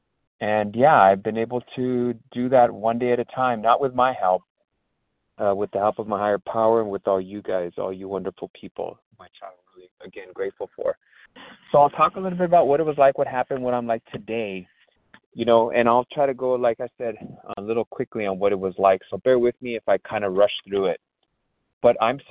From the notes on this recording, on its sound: from the 100 Pounders Phone Meeting, 5/9/23